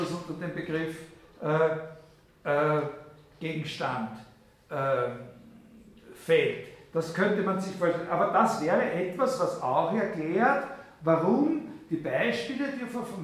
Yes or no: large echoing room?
yes